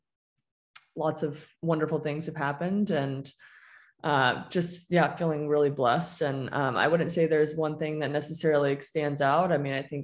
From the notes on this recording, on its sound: Recorded mid-July, I wanted to virtually sit down